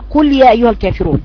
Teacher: تقرا القاف كانها كاف لسانها لم يستعلى من اقصى